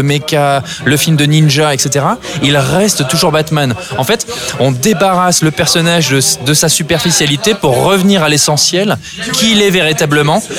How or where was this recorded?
busy venue